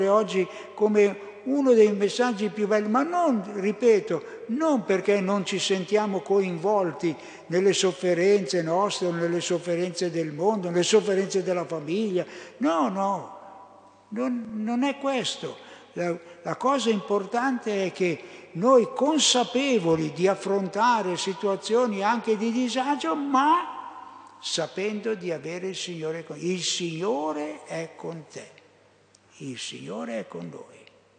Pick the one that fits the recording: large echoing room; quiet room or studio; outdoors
large echoing room